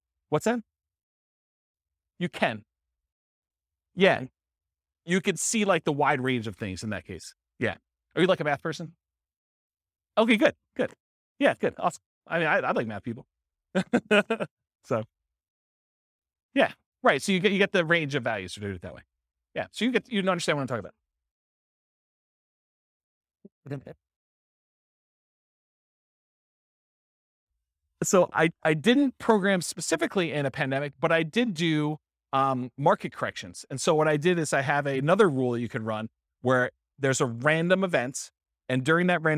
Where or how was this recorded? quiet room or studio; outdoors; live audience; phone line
live audience